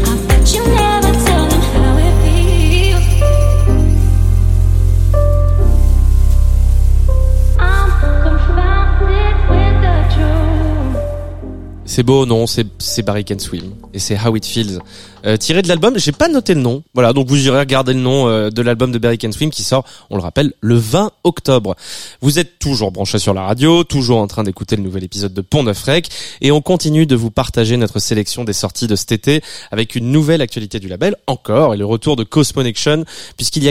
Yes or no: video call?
no